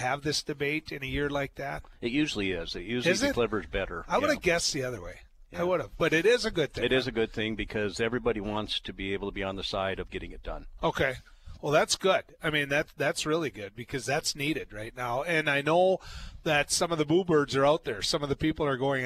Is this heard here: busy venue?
yes